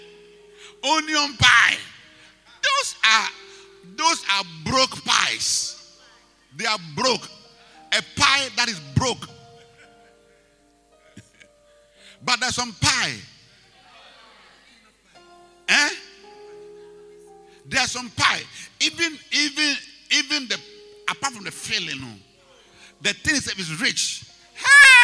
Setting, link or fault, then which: setting, large echoing room